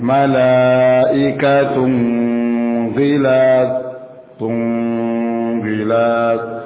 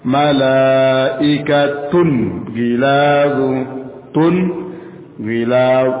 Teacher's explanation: Ikatun tun bilaun shidad tanwin, setelahnya huruf goin dibaca dengan jelas tanpa dengung dan tanpa samar-samar · Shown in: second take · Dengung seperti ini: malaikatun ghilatun ghilat. · Term: izhar